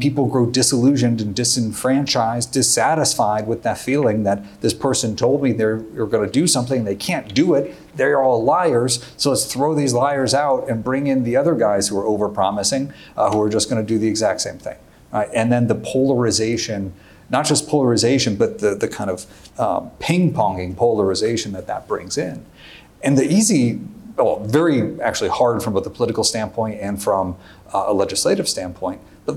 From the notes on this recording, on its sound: Moderated Conversation. Live audience Q&A.